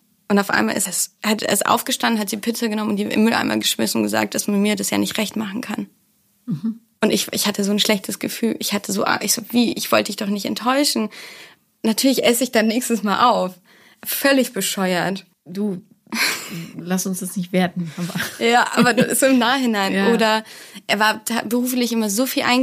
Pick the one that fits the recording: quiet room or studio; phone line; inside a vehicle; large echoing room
quiet room or studio